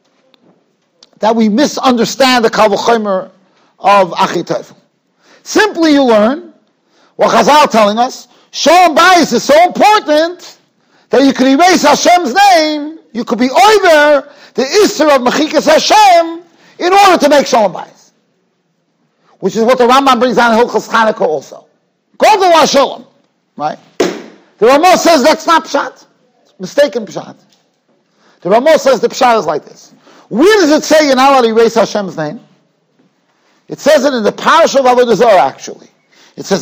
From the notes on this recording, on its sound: Shiur recorded in Yeshivas Ohr Reuven, Monsey, NY.